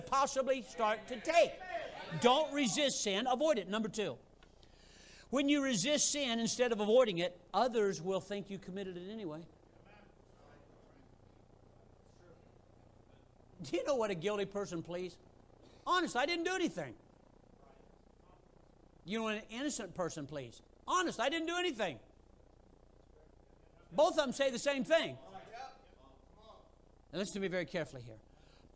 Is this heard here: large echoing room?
yes